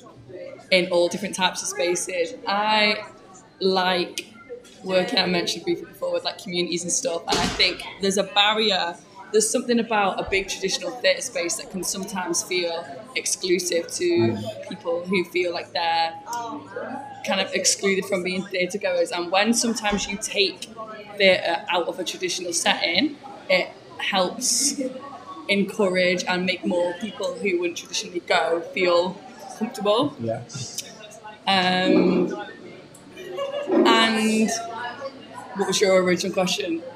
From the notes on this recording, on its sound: at the NSDF festival!